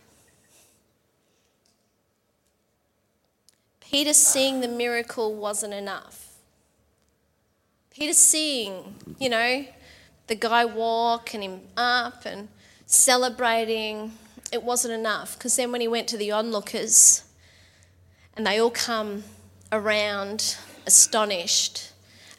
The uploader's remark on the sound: LIVE at Echo Church.